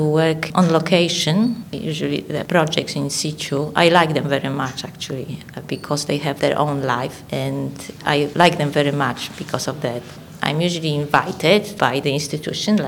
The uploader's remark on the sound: Recorded with a live audience